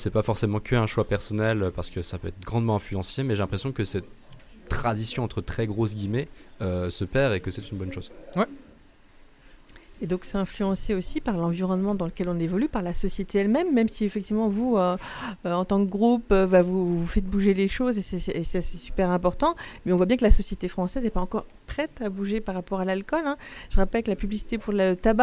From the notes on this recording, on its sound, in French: Retrouvez un nouvel épisode enregistré dans les locaux du bar associatif étudiant "Phi Sciences" situé sur le campus de Vandoeuvre les Nancy.